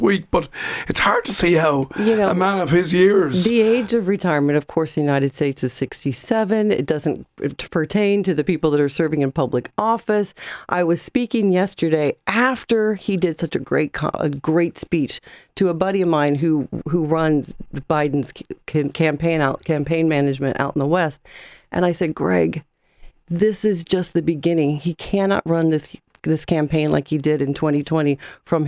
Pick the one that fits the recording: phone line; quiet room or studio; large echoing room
quiet room or studio